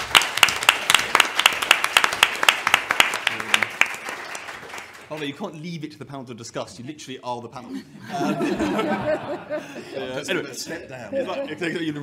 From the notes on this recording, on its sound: Session 4 at The Economy 2030 Inquiry conference.